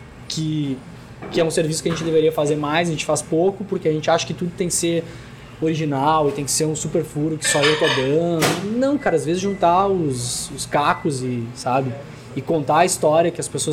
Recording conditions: busy venue